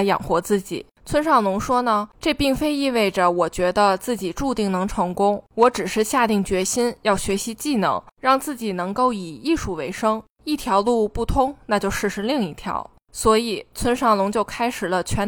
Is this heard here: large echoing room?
no